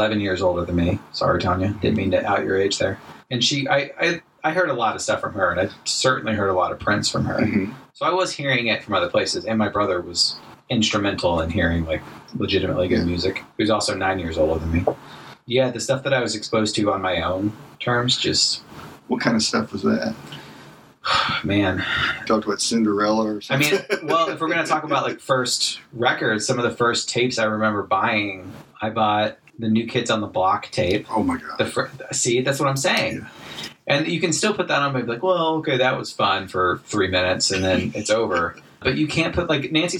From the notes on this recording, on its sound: It's been sitting in the vault due to poor audio quality. My poor microphone work on this one.